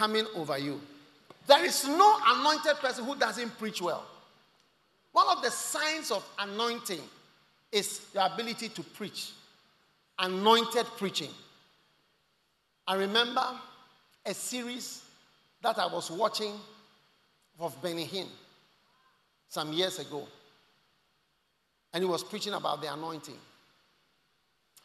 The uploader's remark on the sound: Preached at The First The Experience Service, Accra.